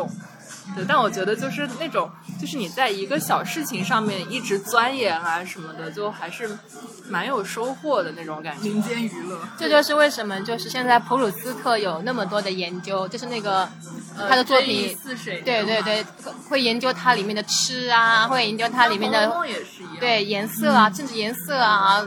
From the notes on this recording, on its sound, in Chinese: 本期节目在小酒吧完成录制，我们边碰杯边聊文学。因为周围环境略嘈杂，所以可能对听友们不太友好。接下来跟我一起进入略有点喧闹的小酒馆吧。